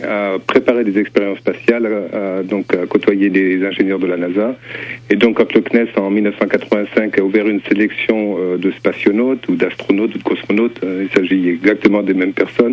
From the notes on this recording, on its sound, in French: (par téléphone)